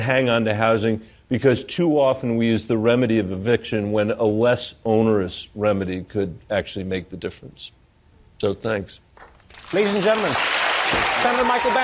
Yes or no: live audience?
yes